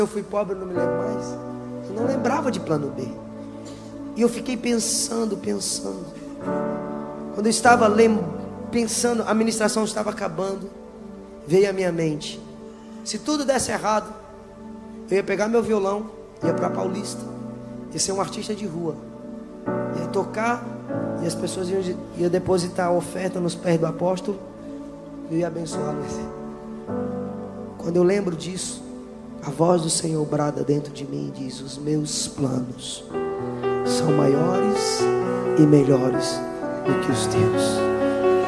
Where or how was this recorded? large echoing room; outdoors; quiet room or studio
large echoing room